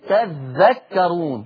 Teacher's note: تذكرون بالتاء يبقى بيشدد الذال